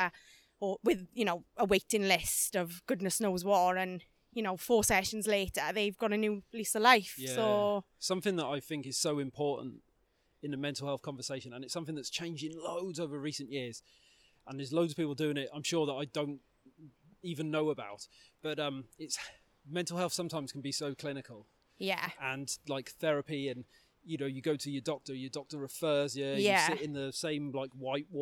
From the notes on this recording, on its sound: We recorded this in person whilst walking around the forestry at Pembrey Country Park and it was an incredible experience!